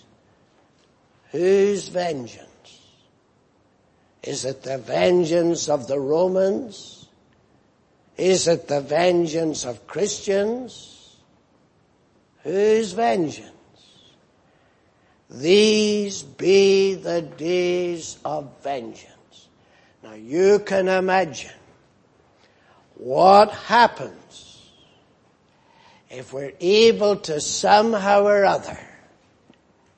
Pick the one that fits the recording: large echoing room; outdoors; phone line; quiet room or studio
large echoing room